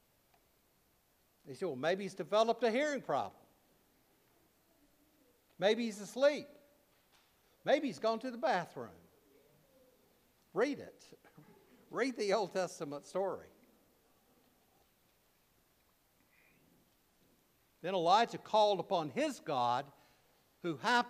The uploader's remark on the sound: preached at All Saints Anglican Church in Charlottesville, VA on December 17, 2023.